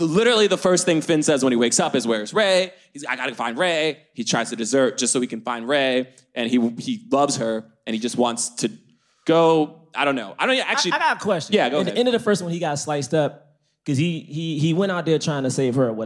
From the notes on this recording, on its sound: LIVE from London Podcast Festival